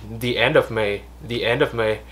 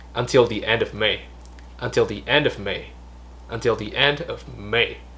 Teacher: May đoạn cuối nó sẽ lên một tí · Shown in: second take